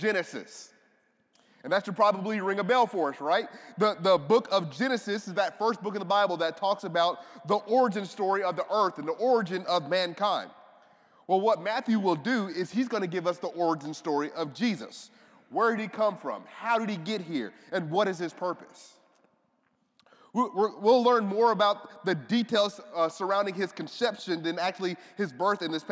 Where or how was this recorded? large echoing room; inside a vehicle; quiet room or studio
large echoing room